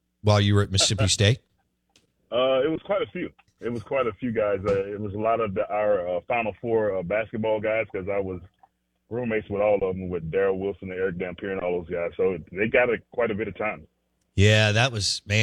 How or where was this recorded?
phone line